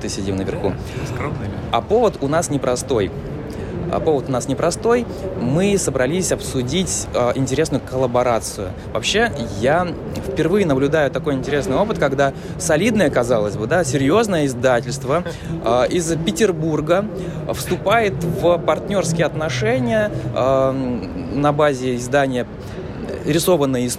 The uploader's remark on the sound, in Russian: Мы представляем вниманию слушателей очередной «полевой» подкаст. На сей раз он записан под гул книжной ярмарки non/fictio№24 в Гостином дворе.